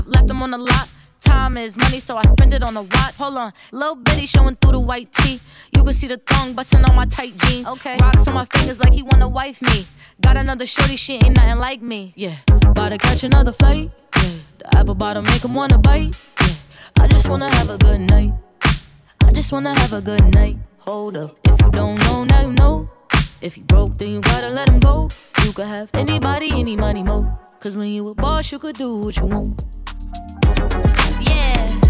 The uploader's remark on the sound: This downtempo top-40 mix was recorded live at corporate cocktail function.